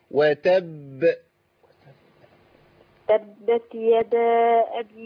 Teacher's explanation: قفي على الباء الاولى بقطع الصوت، لان الباء الاولى ساكنه مقطوعه الصوت والنفس